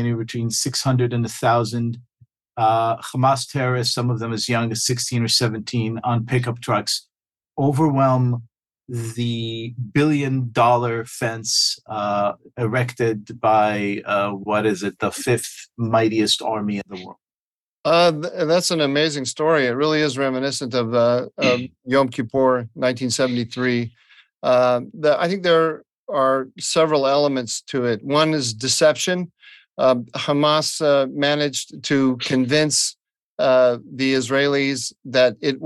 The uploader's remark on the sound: Tablet Magazine hosted a zoom